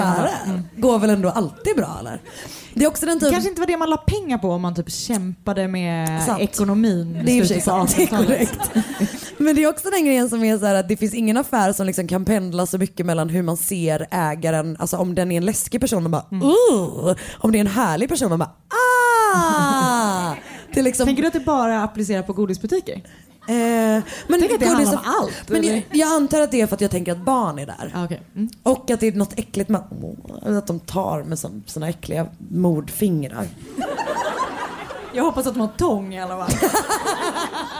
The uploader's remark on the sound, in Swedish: recorded från livepodden i Malmö